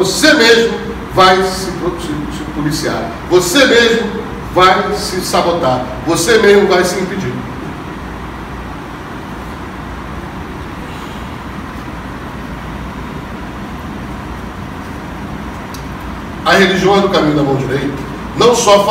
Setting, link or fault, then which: setting, busy venue